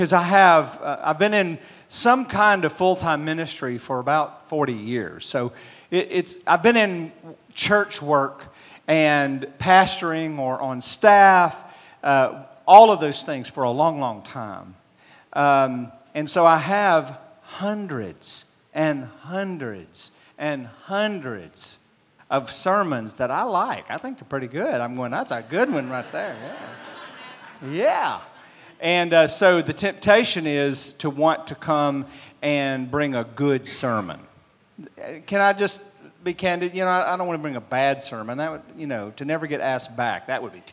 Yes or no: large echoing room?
yes